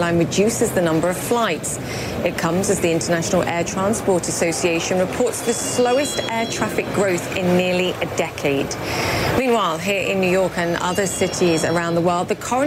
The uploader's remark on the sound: live from the New York Stock Exchange